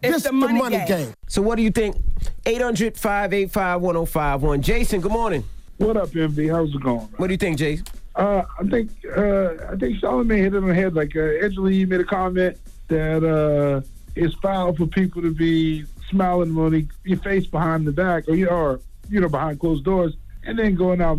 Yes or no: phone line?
yes